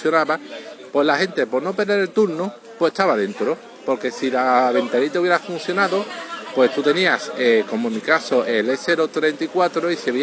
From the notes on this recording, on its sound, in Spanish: con ruido de un pub de fondo, así que la calidad no sera muy buena